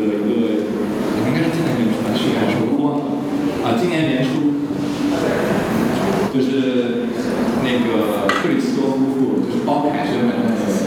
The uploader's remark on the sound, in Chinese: 本期是「园游会」展览的开幕分享会录音。